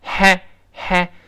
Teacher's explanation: 那 h 呢，声带不振动发